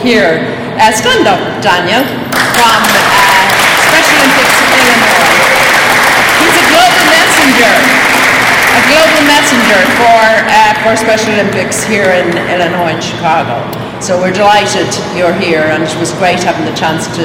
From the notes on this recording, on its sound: Podcasting live from the Special Olympics 50th Anniversary Kick-off Press Conference at Solider Field in Chicago. We bring you the live audio from the press conference.